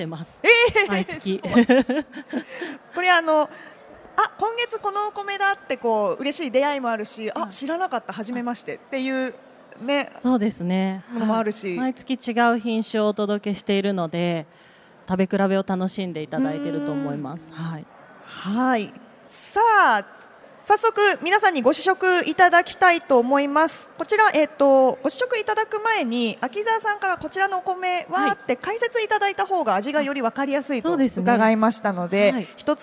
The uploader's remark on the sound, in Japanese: CRAFT SAKE WEEK 2023 at ROPPONGI HILLSにて公開収録。